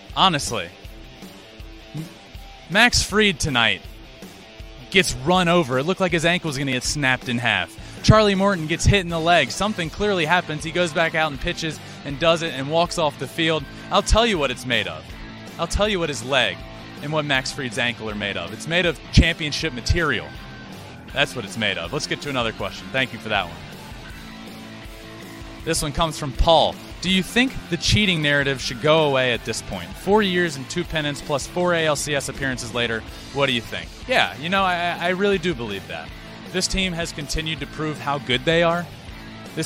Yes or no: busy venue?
yes